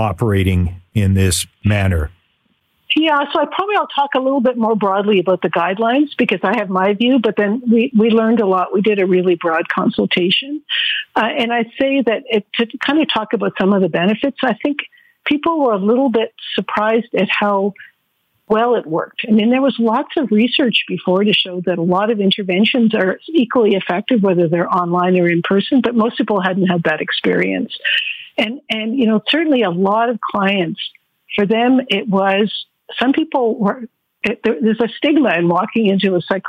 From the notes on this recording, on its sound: On the phone from Israel.